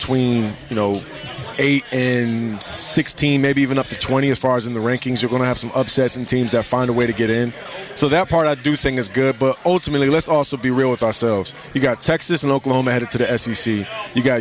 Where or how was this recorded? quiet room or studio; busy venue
busy venue